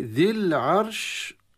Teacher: ذي مد طبيعي، ذي العرش المد الطبيعي اختفى أو أسقط بسبب التقائها بساكن في كلمة العرش، اللام. واللام في العرش تظهر عند العين، لام التعريف.